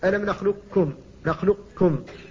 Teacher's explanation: إذا نطقت بها مدغمة فإنك إذا قلت مثلا ألم نخلقكم، نخلقكم، القاف لم تنطق بها لكن بقيت صفتها وهي الاستعلاء، بقيت صفة الاستعلاء قبل الكاف